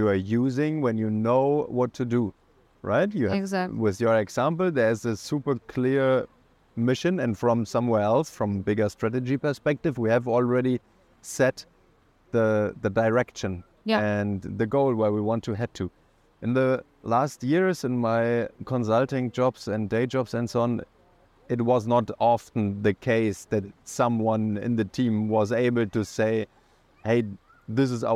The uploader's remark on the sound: We recorded outdoor and let AI improve our recording. In the end, you will get a nice sound effect when we disable the filter for your reference.